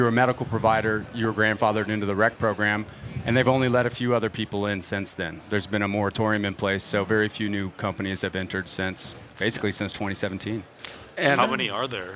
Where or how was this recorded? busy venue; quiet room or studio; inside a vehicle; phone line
busy venue